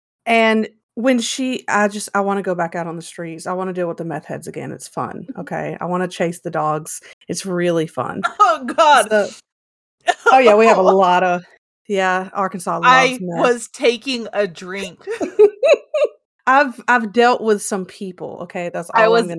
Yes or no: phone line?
no